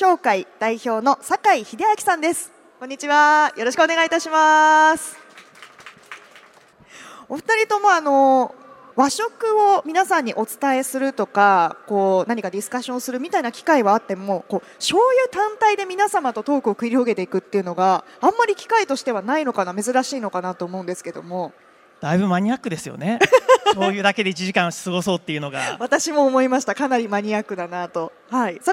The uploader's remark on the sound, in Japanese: CRAFT SAKE WEEK 2023 at ROPPONGI HILLSにて公開収録。